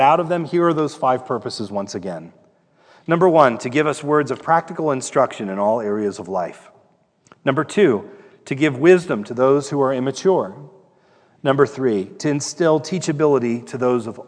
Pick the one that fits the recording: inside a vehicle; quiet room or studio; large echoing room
large echoing room